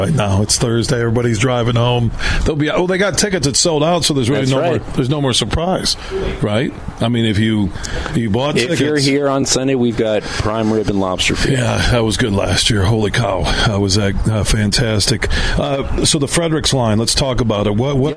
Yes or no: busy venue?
yes